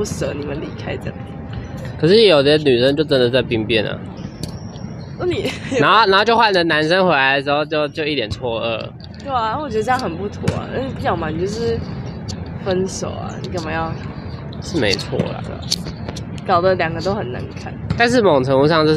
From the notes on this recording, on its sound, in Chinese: 沒有較安靜的地方錄音，會有許多打球的聲音請見諒！